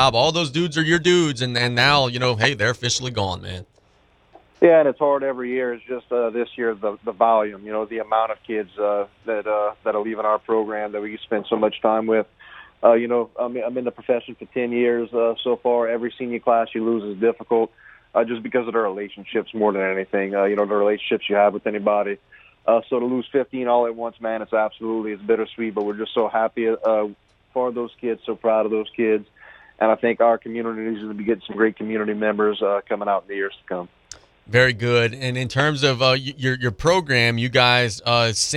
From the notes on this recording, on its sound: We also go to the phone lines for several quality call-in guests.